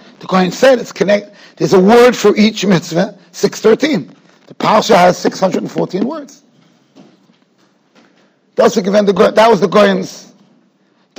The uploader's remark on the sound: Shiur recorded in Yeshivas Ohr Reuven, Monsey, NY.